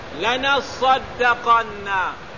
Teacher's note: Fihi pada lafaz lanasaddaqanna idgham ta pada asalnya pada sad